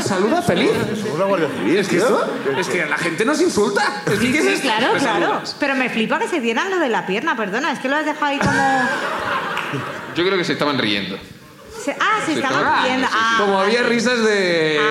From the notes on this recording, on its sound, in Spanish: El público sube a contarnos